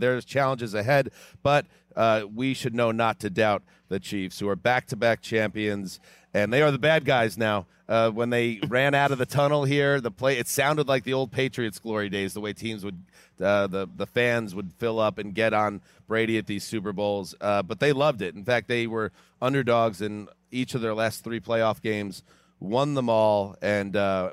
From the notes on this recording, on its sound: In a stadium full of heroes. LIVE from Super Bowl LVIII.